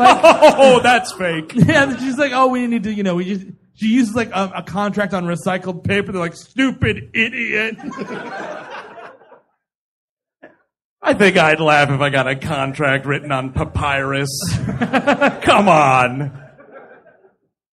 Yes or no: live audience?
yes